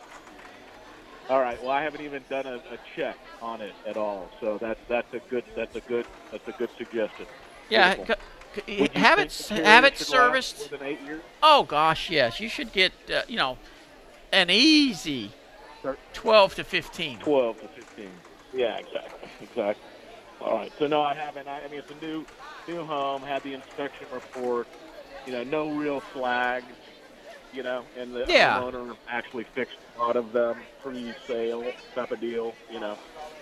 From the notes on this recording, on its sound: Home Improvement show live from the Fort Worth stock show!